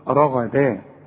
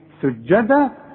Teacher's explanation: لكن رغدة جت الغين مفخمة، انما سجدا السين والجيم حروف مرققة والدال كمان